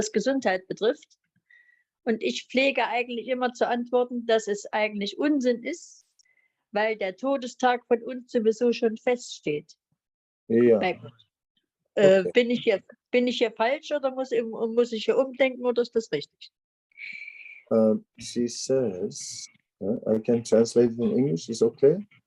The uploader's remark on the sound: Zoom Meeting